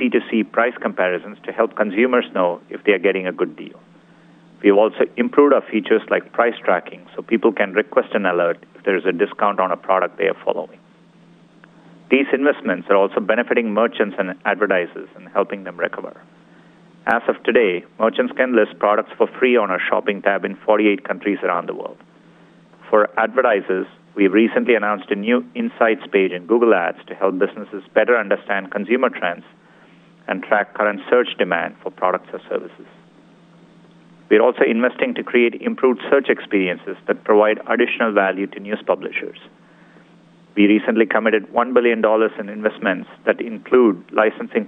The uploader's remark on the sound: Earnings Call. Earnings Conference Call.